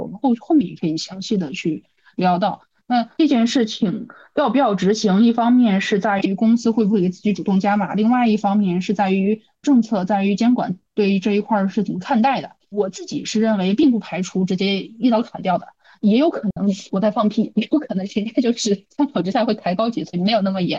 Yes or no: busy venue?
no